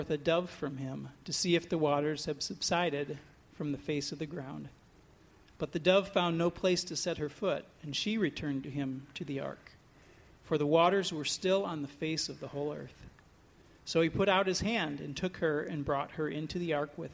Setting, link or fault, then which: setting, large echoing room